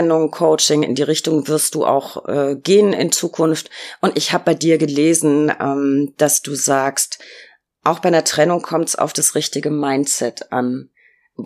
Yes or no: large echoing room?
no